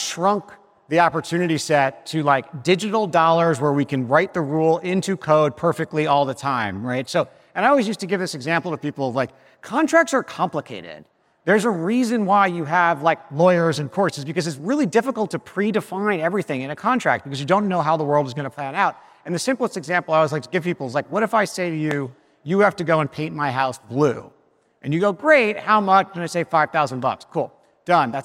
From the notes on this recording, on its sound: Live at Primary's NYC Summit. The very first live and on-stage Cartoon Avatars from Primary's New York City Summit. In front of a live audience.